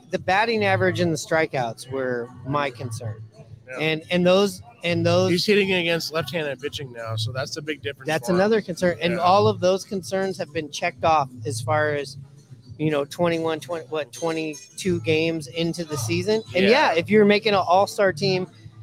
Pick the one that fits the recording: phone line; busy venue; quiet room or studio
busy venue